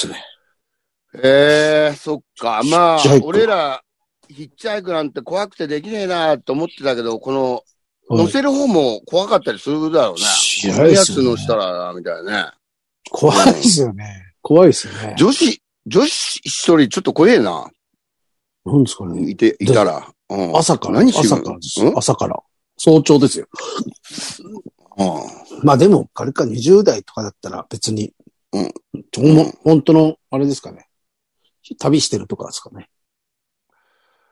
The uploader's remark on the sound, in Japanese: ZOOMより配信